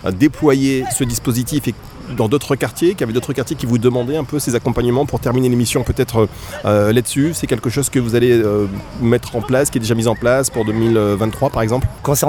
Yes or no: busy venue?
yes